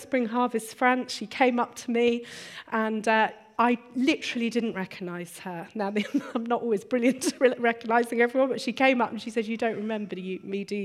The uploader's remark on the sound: Recorded on 7th February 2016 at our Bournville gathering